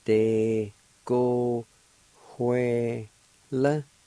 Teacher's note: there's a faint H sound right before the W, like this.